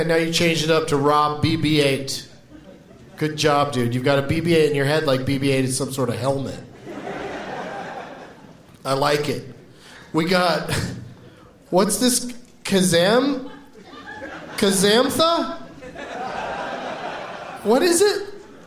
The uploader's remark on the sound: In another show from the Gramercy Theatre in NYC.